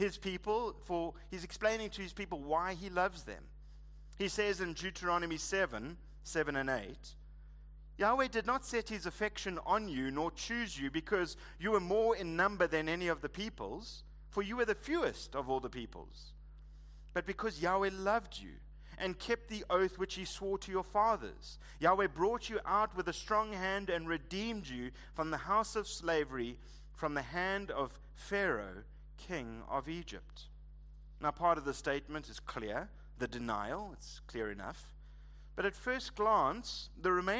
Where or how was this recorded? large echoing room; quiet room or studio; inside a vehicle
large echoing room